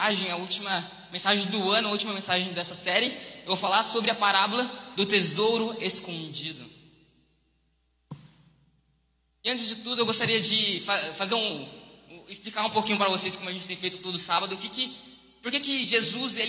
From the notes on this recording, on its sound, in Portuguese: Mensagem ministrada ao vivo em 18/12/2021.